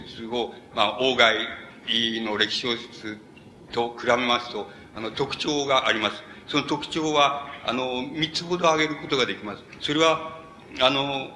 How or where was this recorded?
large echoing room